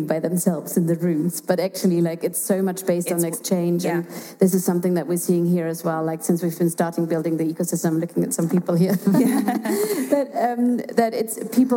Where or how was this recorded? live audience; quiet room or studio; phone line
live audience